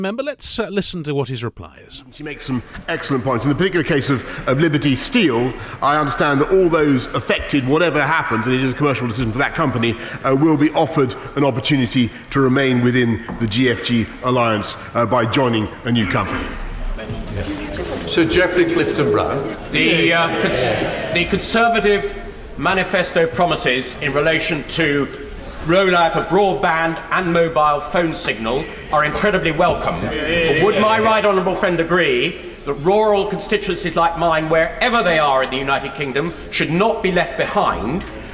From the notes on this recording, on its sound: live at the opposition party's campaign launch